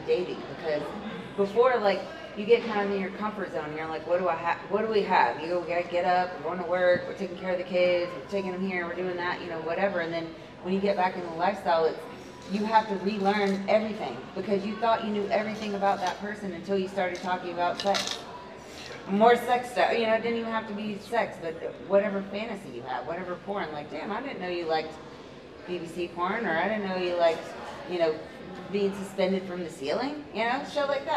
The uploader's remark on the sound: The Mocha's live at Splash Mocha.